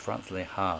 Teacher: I think it's the accent on the second syllable